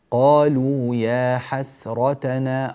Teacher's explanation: الراء تحتاج إلى بيان مزيد من التفخيم قالوا يا حسرتنا راء يمتلئ الفم بصدى الحرف من غير مبالغة ولكن من غير نقصان أيضا ترقيق الفاء في قوله تعالى على ما فرطنا رقق الفاء ولا تقل على ما فرطنا لا تبالغ بارك الله فيك في يعني أو لا تخرج بعض الحروف عن حيزها الصحيح.